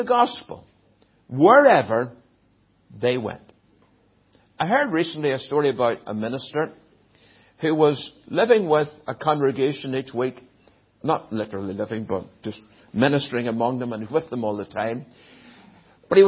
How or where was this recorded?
large echoing room